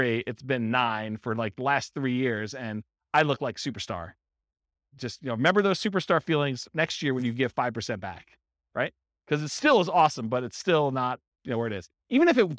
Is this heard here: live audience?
yes